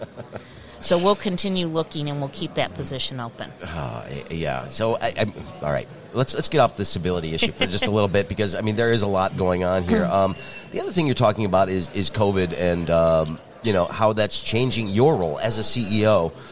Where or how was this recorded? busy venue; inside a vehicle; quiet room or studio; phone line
busy venue